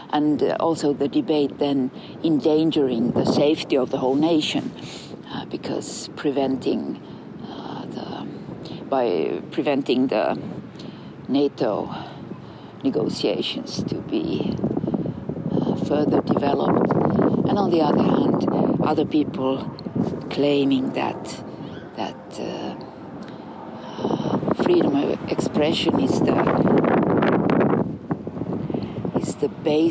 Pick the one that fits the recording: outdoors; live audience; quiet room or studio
outdoors